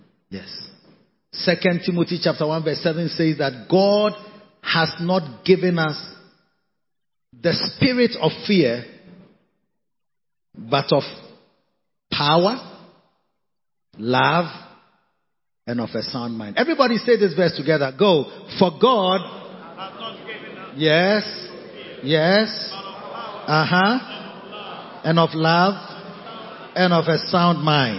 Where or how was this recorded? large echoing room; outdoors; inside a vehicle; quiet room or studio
large echoing room